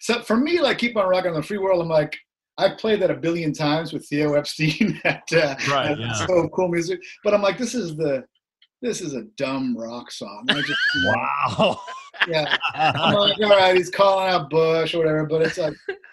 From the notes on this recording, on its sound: we got to zoom it up